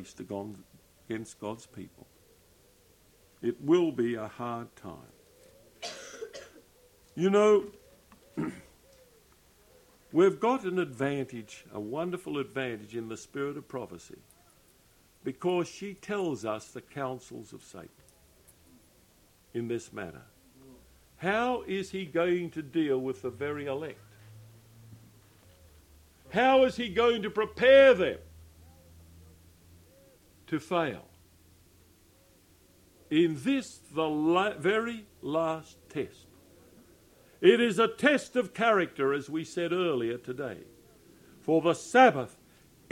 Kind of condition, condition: setting, large echoing room